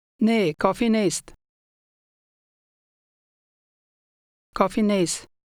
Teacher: the final t sound in nest was just omitted